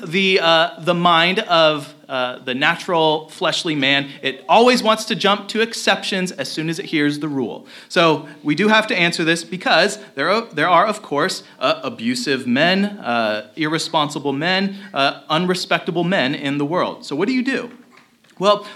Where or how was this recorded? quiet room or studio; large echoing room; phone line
large echoing room